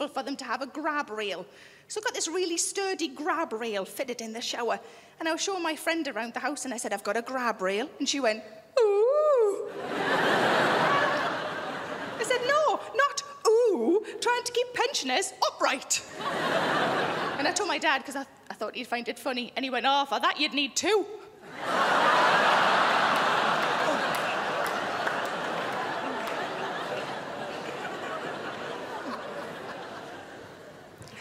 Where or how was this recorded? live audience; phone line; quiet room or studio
live audience